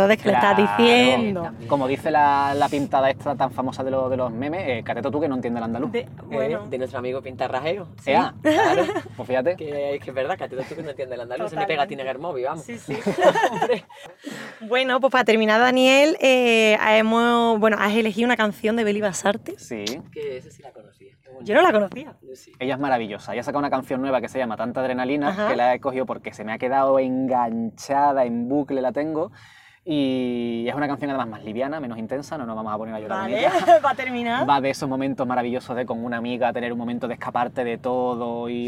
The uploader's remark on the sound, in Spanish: mientras damos un paseo por el barrio de Vallekas